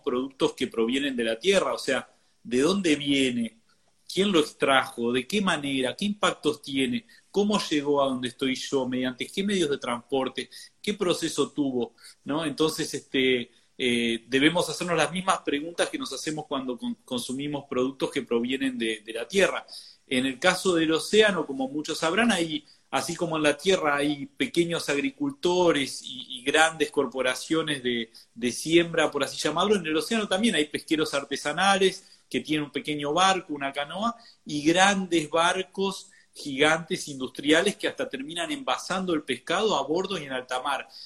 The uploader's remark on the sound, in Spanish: Audio de la charla en VIVO por Instagram